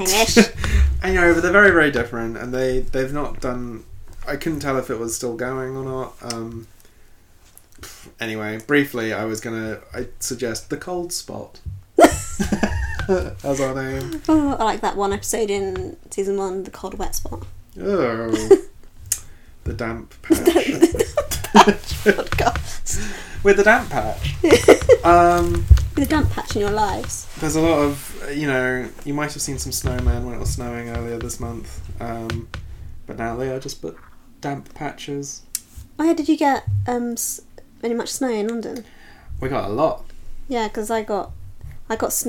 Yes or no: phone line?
no